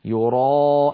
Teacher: الألف جاءت بعد الراء المفتوحة، والراء المفتوحة مفخمة كما سيأتي معنا، فلا يصح أن نرققها، يعني لا يصح أن نقول يراءون راء، لم تفخم الراء ولا الألف بعدها.